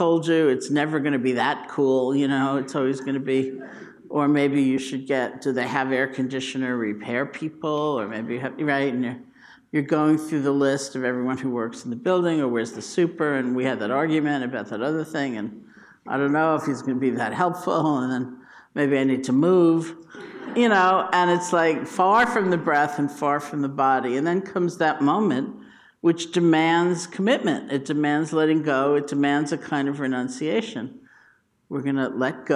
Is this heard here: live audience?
yes